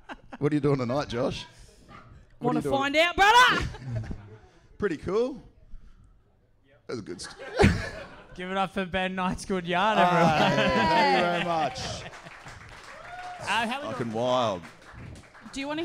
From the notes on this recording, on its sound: This week's ep is from our Live Show back in December! There is some very crook crowd work.